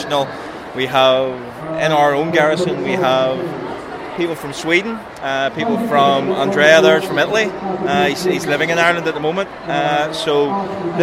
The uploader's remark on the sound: Visit Belfast Film and Comic Con. We have clips from the event.